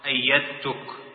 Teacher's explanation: إدغام الدال مع التاء كاملا كأنك لم تنطق الدال بالكلية كأنك تقول أيتك بدون دال هذا عند النطق أيتك.